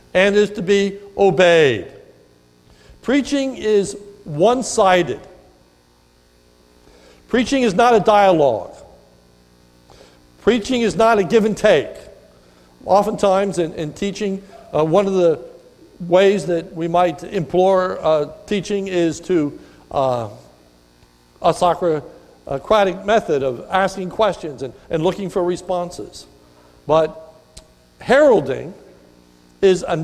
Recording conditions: large echoing room